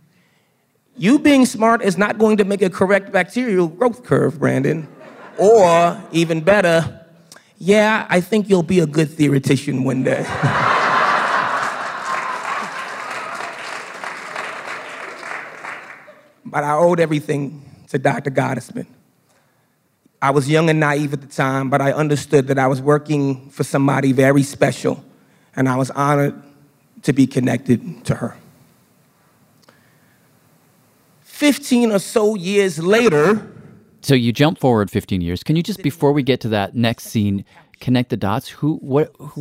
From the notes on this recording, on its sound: Got on stage and told a story for The Story Collider, a podcast and live storytelling show. Recorded by The Story Collider as part of the 2019 Evolution Meeting in Providence, Rhode Island.